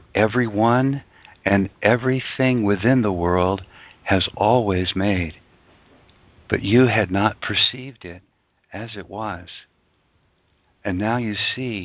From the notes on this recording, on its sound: ACIM Daily TEXT Conference Call